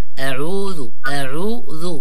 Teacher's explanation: معنا في الكلمة الأولى لما الإنسان يقول أعوذ بالله من الشيطان الرجيم، الهمزة لابد أن يبينها بالشكل المطلوب هكذا، يعني مرققة مع فتح الفم، وليس أ، ولا يطولها، يعني يطول حكى الفترة الزمنية يقول أعوذ أعوذ، لا همزة فقط، أ إي أو، يعني حركة معينة، أعوذ أعوذ، لا بد من تبيين العين والذال.